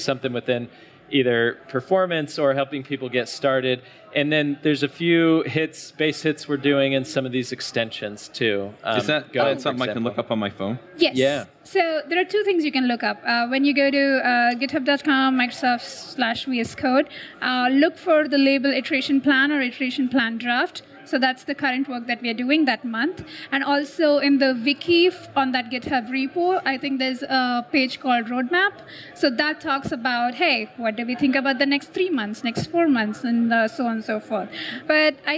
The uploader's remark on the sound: This episode is live at the Microsoft Build 2017